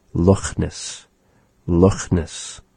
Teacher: It is sort of a raspy sound resembling that of the H sound. · Term: Kha